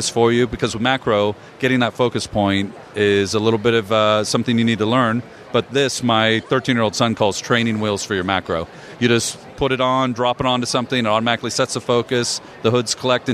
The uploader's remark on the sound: Macworld/iWorld 2014 (day2). Interviews from the expo floor at Macworld/iWorld 2014.